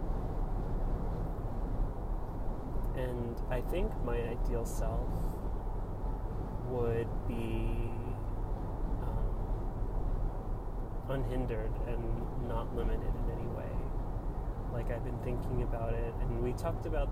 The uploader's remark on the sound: Recorded while driving on the New Jersey Turnpike.